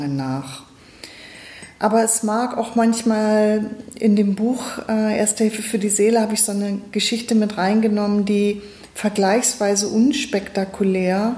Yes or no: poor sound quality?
no